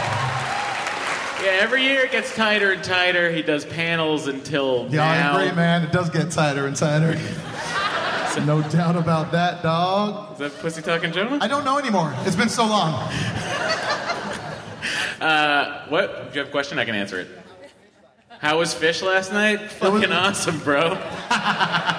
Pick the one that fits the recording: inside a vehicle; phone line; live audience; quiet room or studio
live audience